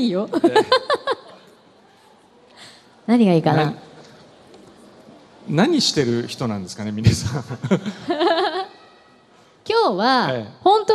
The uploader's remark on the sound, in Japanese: 今日は、ランドマークタワーにて公開生放送！公開で収録させていただいたので、少しグダグダとした部分もございます。暑かったにもかかわらず、大勢の方にお越しいただき。